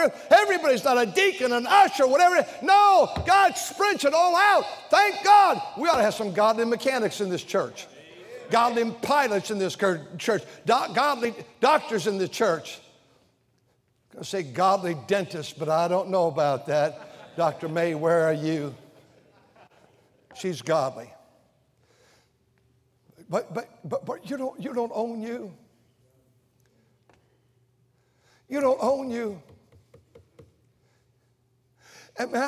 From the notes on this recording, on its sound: during the Sunday Morning service on March 12, 2023, at North Valley Baptist Church in Santa Clara, California.